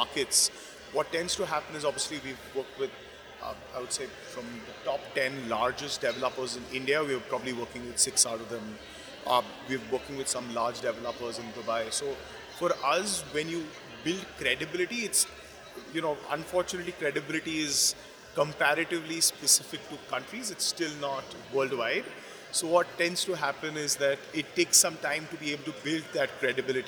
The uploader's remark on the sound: Deconstruct Live at The Real Deal's Miami Forum. We're bringing you an interview we did live.